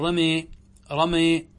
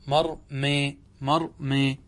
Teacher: المهم عبارة عن أن ينحى بالفتحة نحو الكسرة، يعني يمال بالفتحة نحو الكسرة، وبالألف نحو الياء، يعني نميل الألف إلى جهة الياء، نبطح كما يقول الخضري، نبطح الألف إلى جهة الياء أو نبطح الفتحة إلى جهة الكسرة.